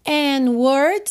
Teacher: você não ouviu o D, juntamos pelo N, tá? And words are all I have, pode juntar o L, L, all I have, to take your heart away, rarara nessa junção, heart away.